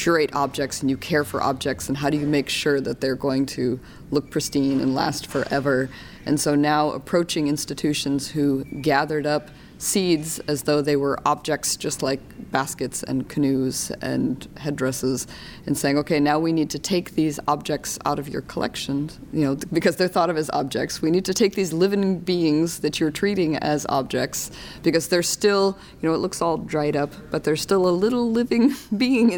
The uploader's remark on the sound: In the quiet corner of an urban hotel. At the 2018 Native American and Indigenous Studies Association (NAISA) Annual Conference in Los Angeles.